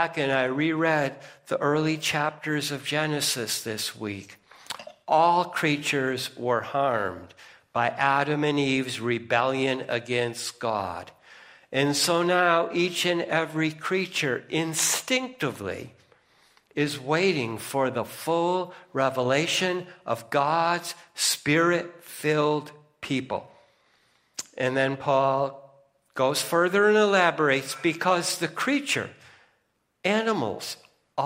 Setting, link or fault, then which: setting, large echoing room